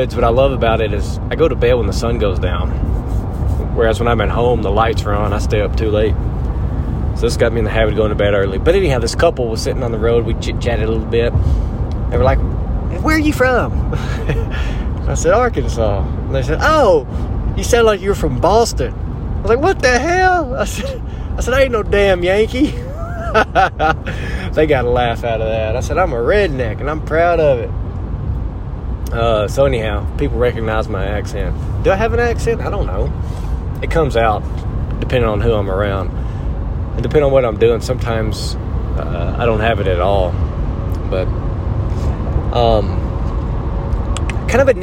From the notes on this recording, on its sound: In the truck as he returns home from his Idaho hunt trip.